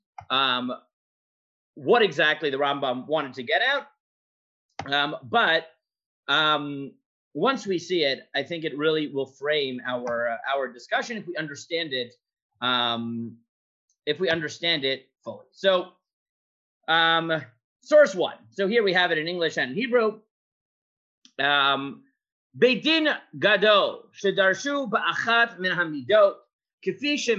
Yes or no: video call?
yes